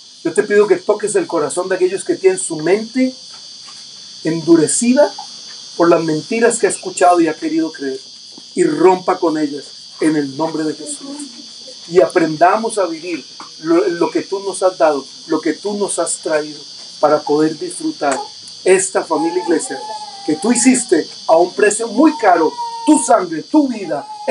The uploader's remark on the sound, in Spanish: desde un parque en la reunión familiar de la Familia-Iglesia de Sydney, Australia.